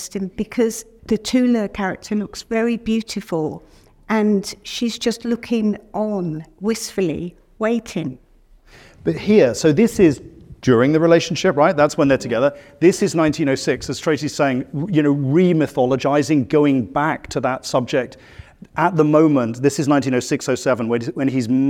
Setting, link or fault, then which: setting, busy venue